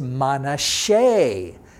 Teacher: Well, Manasseh, as you would say in English, Be'ivrit in Hebrew is Manasseh. That S is a sh sound.